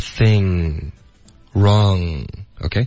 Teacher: 就是用你的舌头的最后部分来，就是往里的这一部分，嗯，很靠近一个你平时说 G 或者 K 的这些动作，可是不会爆出来，不会爆破，它是一个鼻音 · Term: 后鼻音